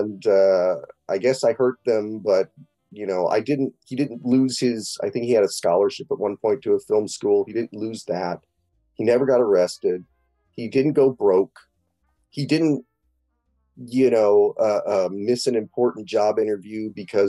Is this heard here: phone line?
no